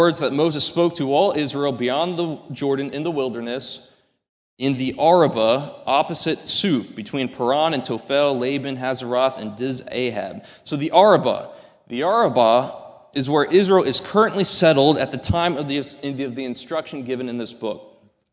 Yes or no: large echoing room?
yes